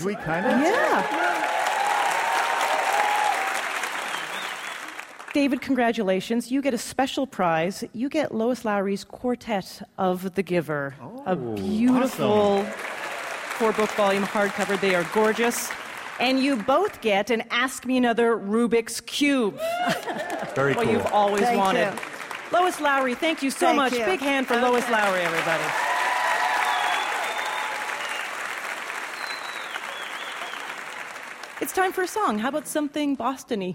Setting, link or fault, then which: setting, live audience